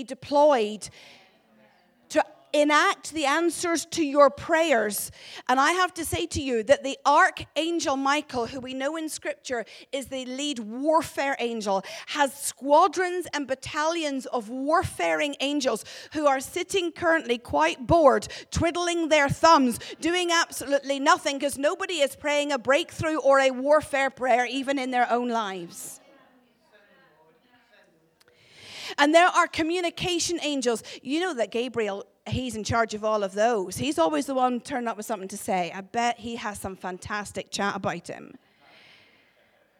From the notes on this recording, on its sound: Glasgow Prophetic Centre hosted by AsOne at Heaton Baptist Church